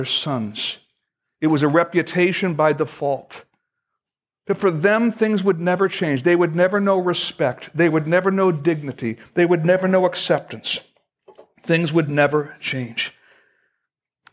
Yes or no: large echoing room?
yes